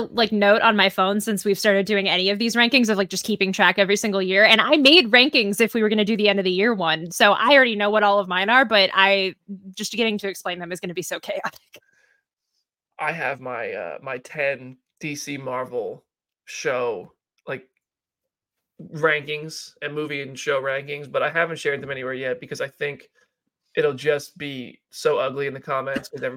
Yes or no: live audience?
no